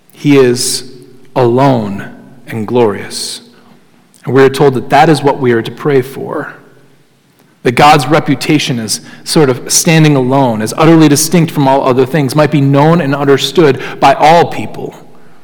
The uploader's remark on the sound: Sermon Audio from Crossway Christian Church